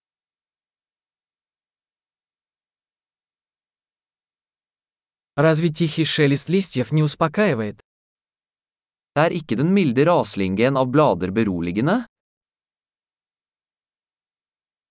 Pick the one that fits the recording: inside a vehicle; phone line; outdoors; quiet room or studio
outdoors